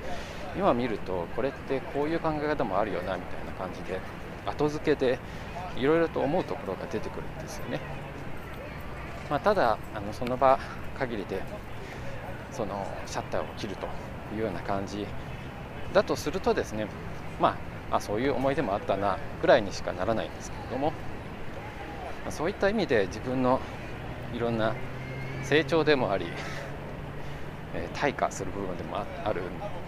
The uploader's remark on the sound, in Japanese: 華山1914文化創意産業園区の公園内にて歩きながらの収録。